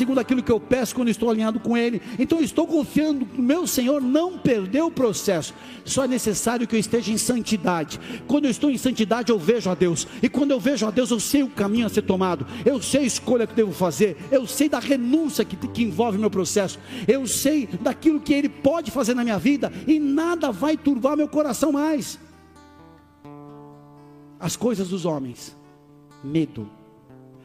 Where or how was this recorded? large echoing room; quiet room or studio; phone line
large echoing room